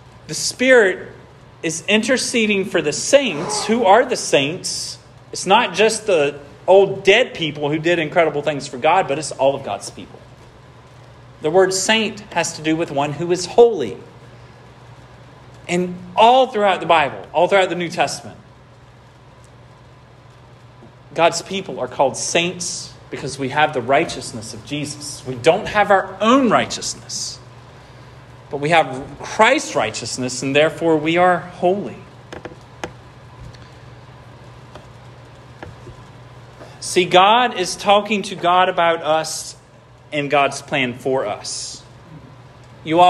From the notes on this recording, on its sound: This sermon was preached at Hope Fellowship. 76 Lewis Mill Rd.